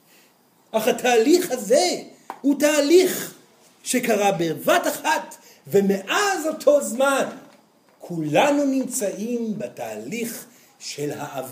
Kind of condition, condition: setting, live audience